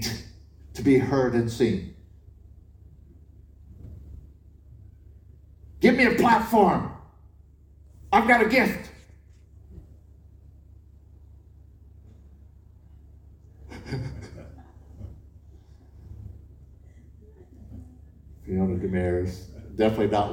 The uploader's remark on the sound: Apologies for the audio, there was a mess up with the recording